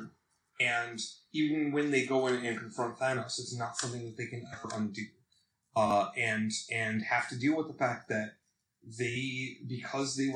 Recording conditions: poor sound quality